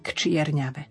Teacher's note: To k musí byť počuť, ale musí byť neznelé